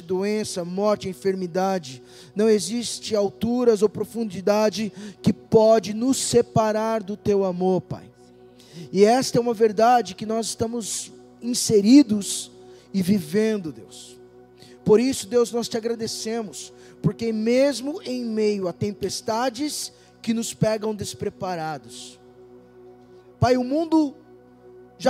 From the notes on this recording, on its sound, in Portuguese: LIVE DO CULTO ADORAÇÃO E VIDA SEDE